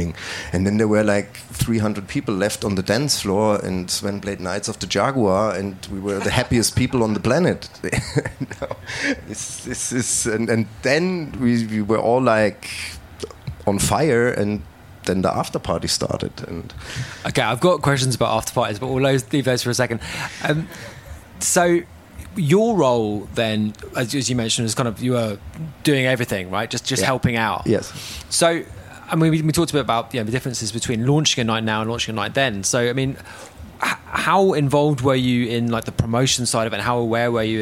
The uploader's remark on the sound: Podcasts recorded at the International Music Summit in Ibiza. LIVE from IMS. This is final part of our series of podcasts recorded at the International Music Summit in Ibiza , better known as IMS.